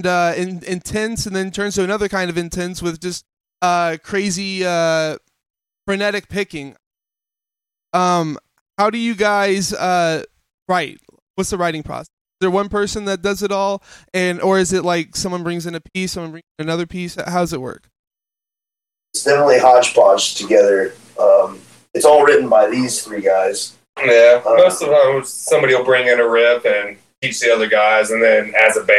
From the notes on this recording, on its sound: Sorry for the audio issues!